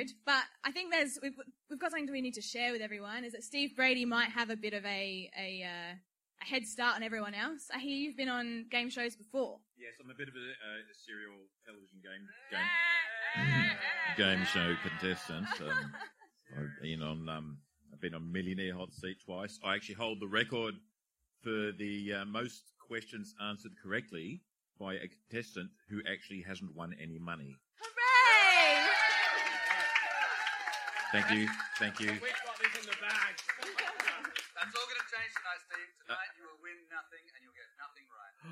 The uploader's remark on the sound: Live at the Adelaide Fringe. Our first Live Episode of Adelaides Hungriest podcast. (Recorded at midnight). Filmed at the 2018 Adelaide Fringe.